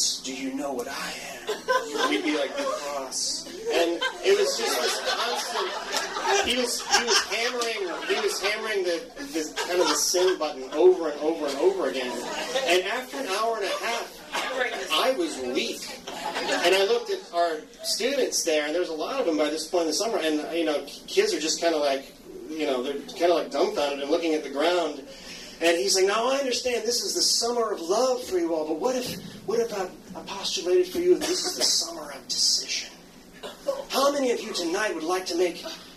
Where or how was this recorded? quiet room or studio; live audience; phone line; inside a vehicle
live audience